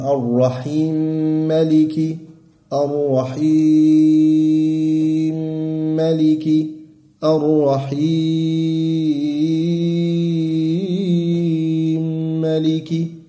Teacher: حرف مد أولين جاز فيه القصر والتوسط والطول